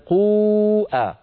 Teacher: فحرف المد والهمزة ملتصقين في النطق كأنه متصل لكنه منفصل باعتباره في كلمتين · Term: المد المنفصل